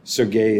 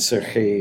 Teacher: the G in Ukrainian being pronounced more like a H, like an H. · Shown in: second take · A guttural age.